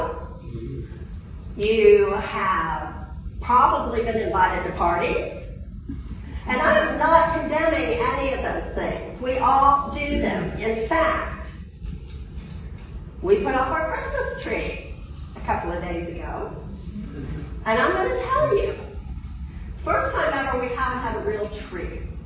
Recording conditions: large echoing room